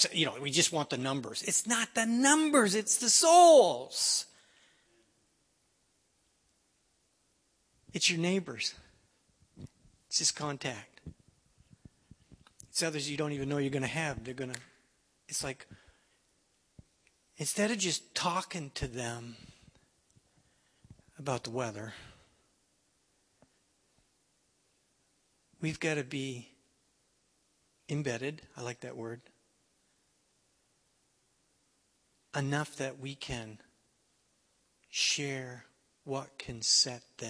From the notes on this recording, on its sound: at The People’s Church, Somerville, NB on Sunday evening October 2, 2016